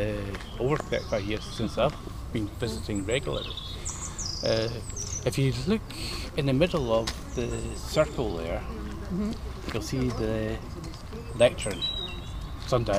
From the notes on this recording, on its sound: A walk round the grounds at Lauriston Castle